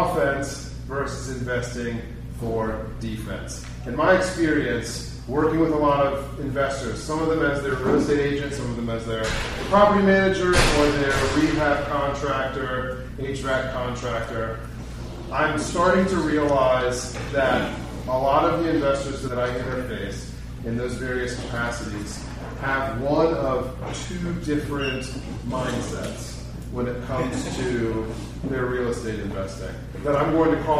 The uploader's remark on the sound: This episode is the audio from our July 2023 meetup